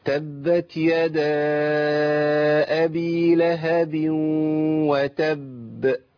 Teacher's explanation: الباء المشددة الموقوف عليها أقف عليها بزمن الحرفين